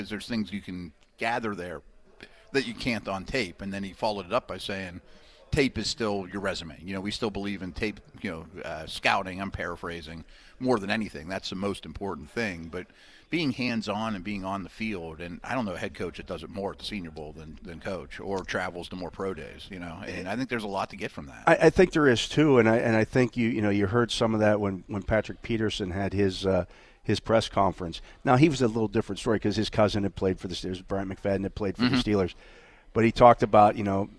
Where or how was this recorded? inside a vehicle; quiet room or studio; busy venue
busy venue